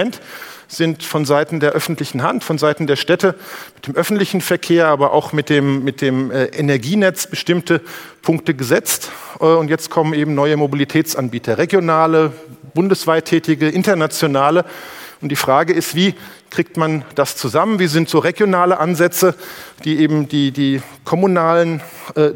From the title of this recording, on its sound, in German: beim auto motor und sport Kongress 2019